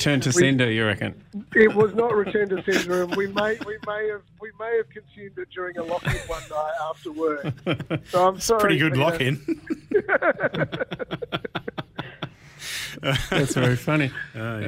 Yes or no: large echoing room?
no